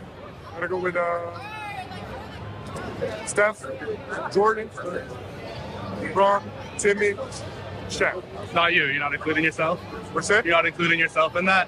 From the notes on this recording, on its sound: live from the NSMA Awards